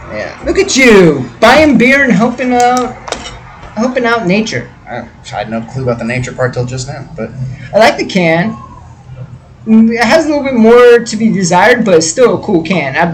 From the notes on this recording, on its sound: Lot of noise and terrible microphone!